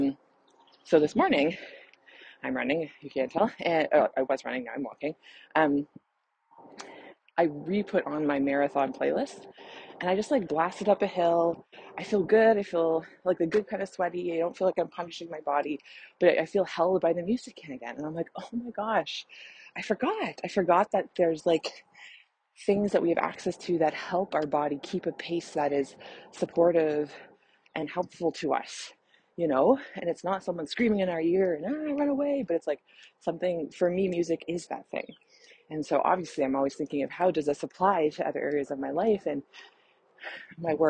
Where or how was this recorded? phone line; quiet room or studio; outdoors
outdoors